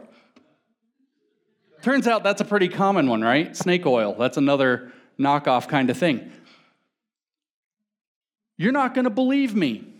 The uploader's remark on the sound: talk at the Mere Simulacrity conference in Phoenix, Arizona